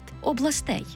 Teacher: Там тільки наголошений останній склад – областей.